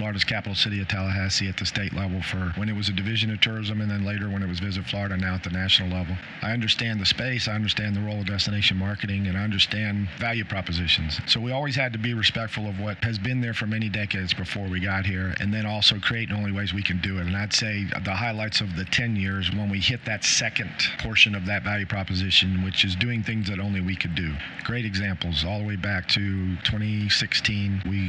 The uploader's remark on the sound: Live From IPW. On the floor at IPW.